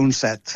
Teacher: i jo recomanaria pronunciar set en veu oberta perquè les paraules noves monosilàbiques tendeixen a la vocal oberta, a la E oberta